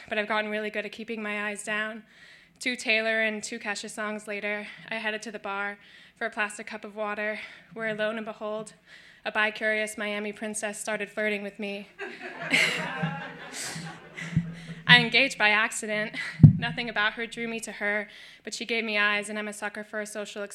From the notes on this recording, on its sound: Brooklyn Poets Yawp open mic.